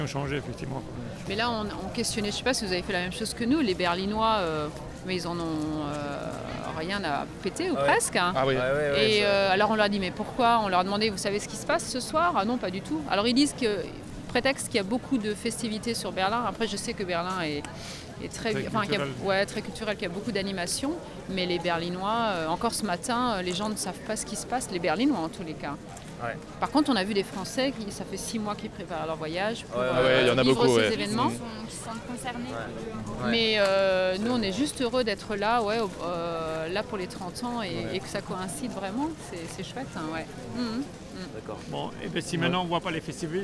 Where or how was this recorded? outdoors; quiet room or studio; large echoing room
outdoors